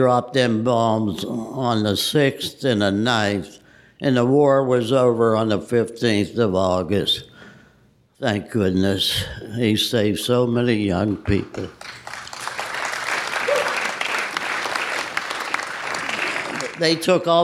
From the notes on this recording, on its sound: Listen to the stories and voices of local veterans recorded live on June 28, 2016 at Christ United Methodist Church in Bethel Park, Pennsylvania.